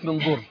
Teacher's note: الضاد حرف مفخم حرف مستعلي مطبق حرف قوي، فهنا انا بخفي النون عند الايه الضاد مع الغنة حركتين مش كده.